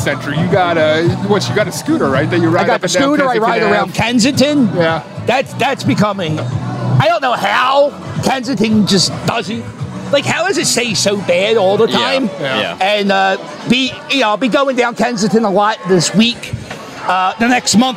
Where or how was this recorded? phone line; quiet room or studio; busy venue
busy venue